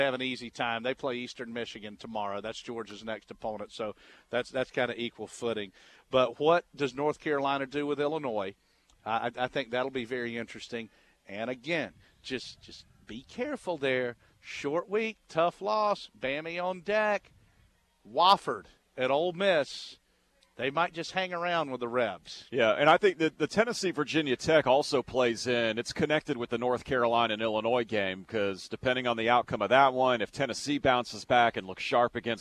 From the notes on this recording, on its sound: live from the UGA Bookstore